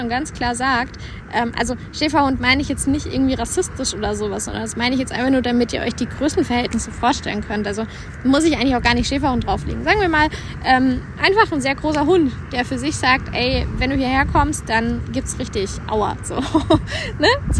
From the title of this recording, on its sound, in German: live aus der Natur